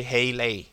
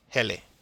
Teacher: Notice that I'm keeping the vowel sounds pure. I'm not embellishing the vowel sounds at all. · Shown in: second take · In Hawaiian, we need to keep our vowel sounds pure.